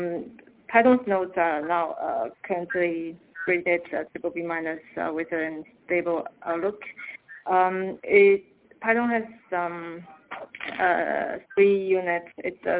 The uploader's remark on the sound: Teleconference Replay. By Fitch Ratings.